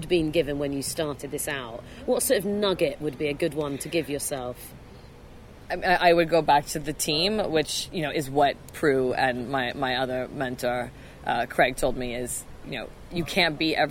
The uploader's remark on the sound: We recorded this session at the Festival of Female Entrepreneurs in Bristol on 21 October